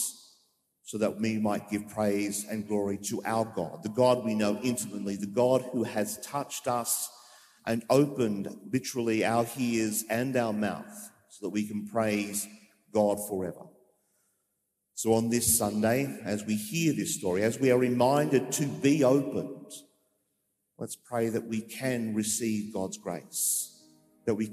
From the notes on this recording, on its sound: Preached during the live-streamed 9.30am Mass from Sacred Heart Cathedral, Hamilton.